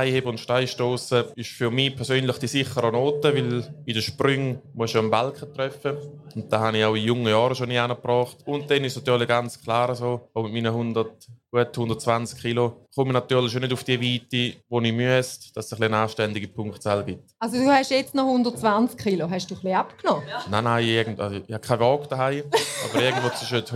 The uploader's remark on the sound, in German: Im Live-Podcast an der WEGA (Weinfelder Gewerbe Ausstellung).